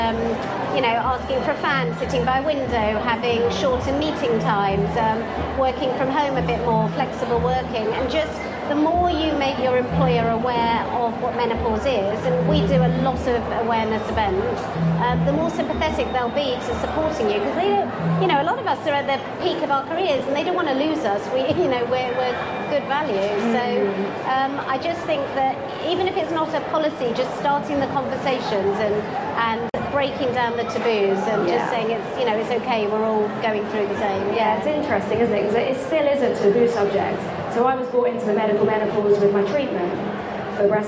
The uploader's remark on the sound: LIVE* recording from The Mind, Body, Spirit Festival, London